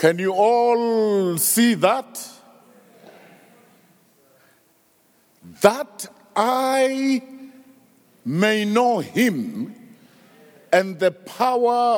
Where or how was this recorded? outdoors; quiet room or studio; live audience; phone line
live audience